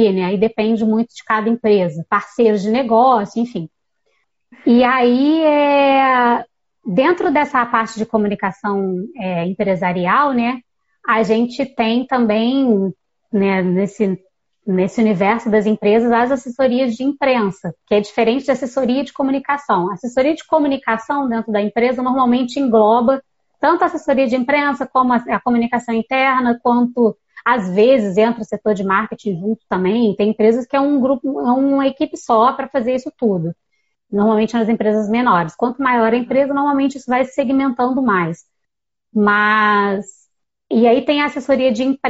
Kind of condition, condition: link, video call